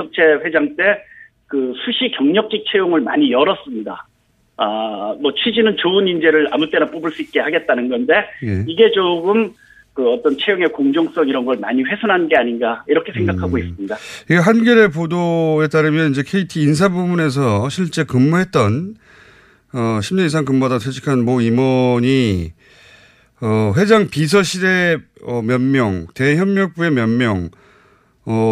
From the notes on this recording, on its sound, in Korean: 전화연결